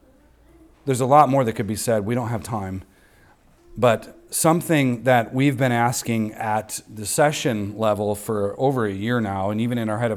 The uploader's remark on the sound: recorded on Sunday, December 31st, 2023, at the weekly worship gathering of Cross & Crown Church